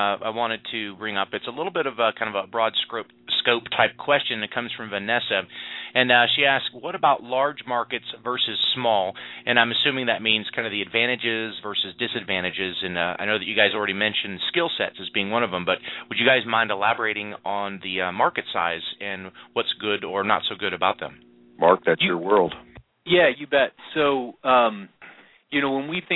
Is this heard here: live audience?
no